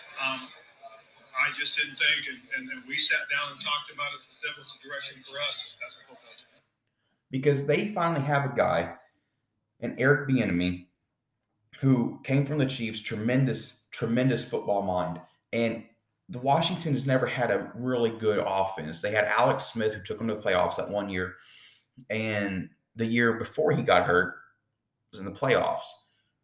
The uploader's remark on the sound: Apologies for the echo sound as I am getting my podcast room set up and as of right now it is empty.